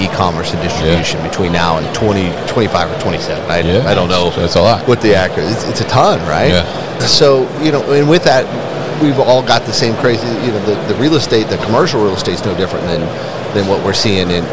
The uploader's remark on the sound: Baker Industrial at MODEX 2022